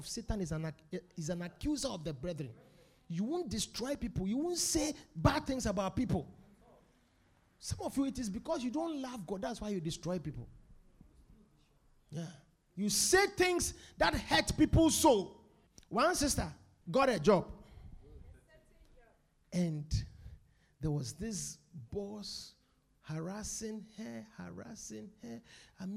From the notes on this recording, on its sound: Preached at The Supernatural Encounter Service.